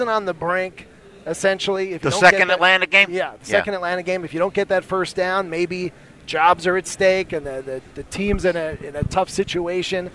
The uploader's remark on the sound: At The NFL Scouting Combine. The head coach is back for a live sitdown from Radio Row at the Combine.